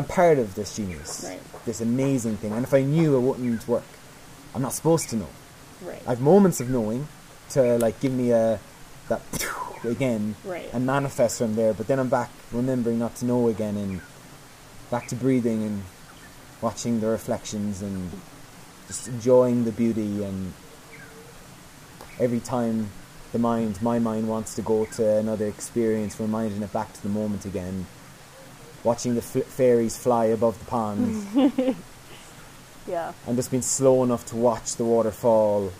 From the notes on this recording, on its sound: Enjoy the waterfall background sounds